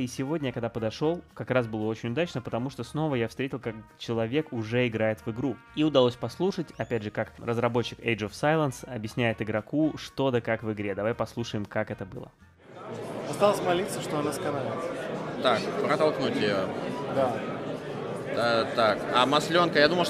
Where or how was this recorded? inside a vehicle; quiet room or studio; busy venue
busy venue